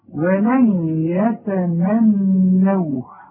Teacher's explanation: الياء دي من حروف الإضغام، يبقى هنا حذر وغن، والحرف المضغم كأنه مشدد، كأن عليه شد.